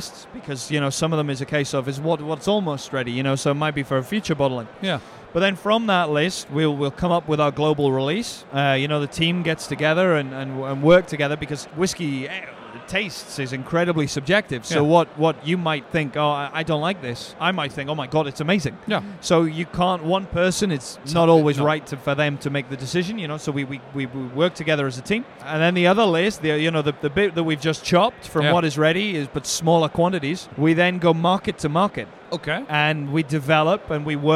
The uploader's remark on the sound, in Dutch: Opgenomen op WFNN 2022. Zitten we gezellig aan tafel.